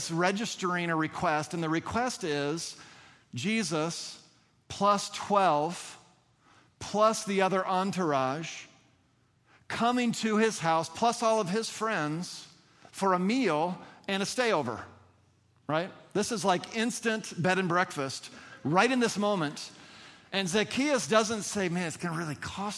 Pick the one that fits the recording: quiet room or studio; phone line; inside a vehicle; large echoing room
large echoing room